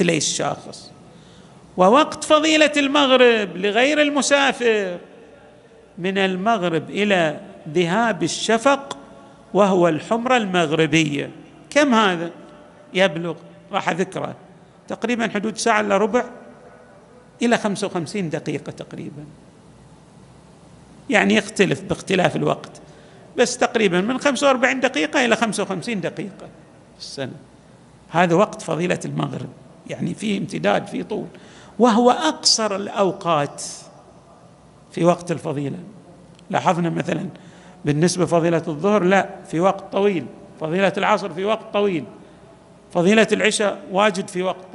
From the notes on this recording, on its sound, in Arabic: تسجيلات جامع الإمام علي عليه السلام الأحساء - المبرز.